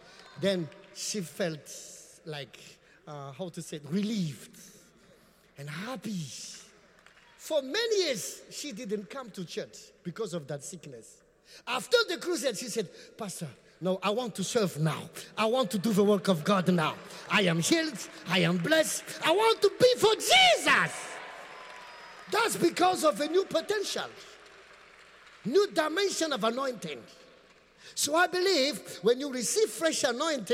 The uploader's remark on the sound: Preached at the Qodesh